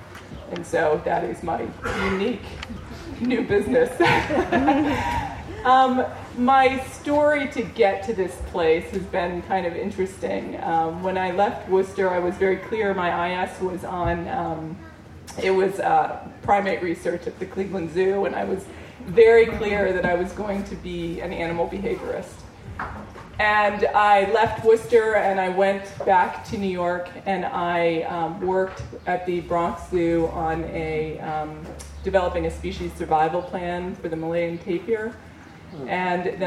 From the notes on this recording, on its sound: I made this recording with my Olympus LS-10. The quality is not terrific since the gathering was in an outdoor tent, the recorder was simply sitting on the table where the panelists were seated, and some of speakers from the audience did not use the microphones. The bagpipe clips at the beginning are from an early-morning warm-up outside of Lowry Center, and the start of the reunion parade of classes.